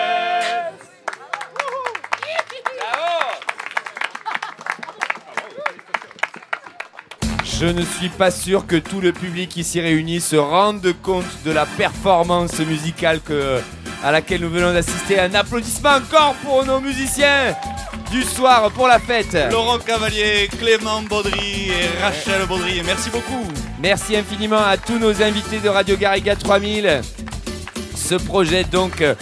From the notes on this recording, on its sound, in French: Radio Live et participative pour la Festa Fogassa 2017